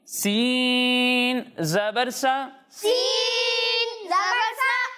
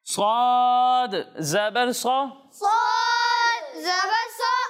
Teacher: سین کو باریک اور صاد کو موٹا پڑھیں گے